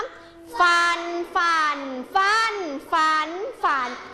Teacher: เสียงวรรณยุกต์คำว่าฝันคือเสียงจัตวา